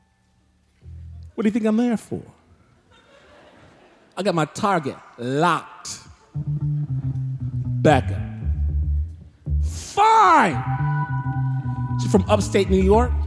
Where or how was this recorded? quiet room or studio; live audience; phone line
live audience